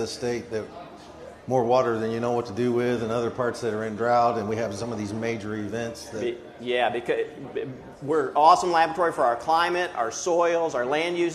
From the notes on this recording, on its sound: This podcast was recorded at Research on Tap. Research on Tap is held on the third Monday at every month at Stillwater's Iron Monk Brewery. The public is invited to hear presentations from leading researchers at Oklahoma State University.